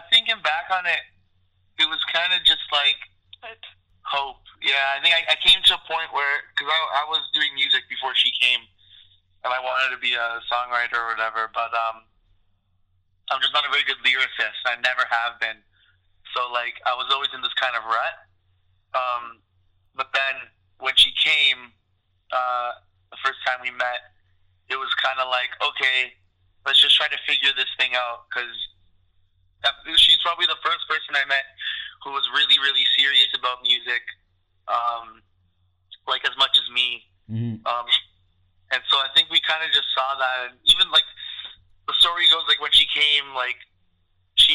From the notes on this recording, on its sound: Recorded over the phone